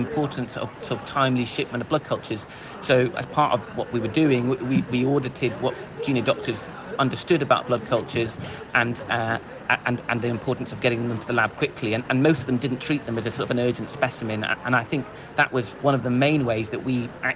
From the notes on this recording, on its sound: live from Copenhagen, Denmark, for the 33rd European Congress of Clinical Microbiology & Infectious Diseases (ECCMID 2023)